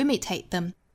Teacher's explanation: imitate 这个词尾部的 t 的音后面遇到了辅音嘛，所以它略掉